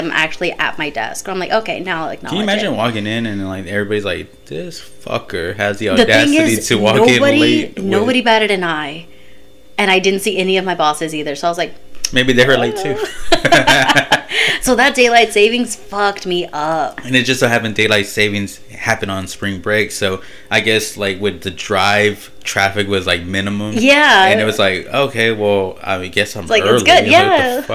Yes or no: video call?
no